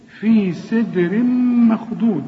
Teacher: في سدر، الدال هنا لازم نقلقلها، والسين في آخر درجات الترقيق، في سي، شوف في سدر، في سدر مخضود، هنا تنوين سدر، التنوين اللي بعده ميم، إدغام كامل بغن